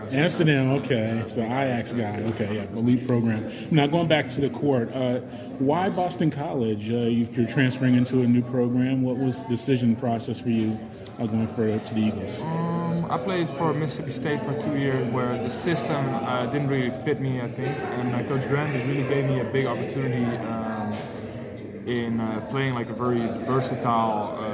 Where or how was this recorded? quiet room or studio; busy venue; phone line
busy venue